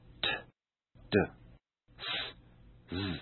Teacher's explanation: Did you notice that t, s have no vibration, whereas d, z there is a vibration? · Term: voiceless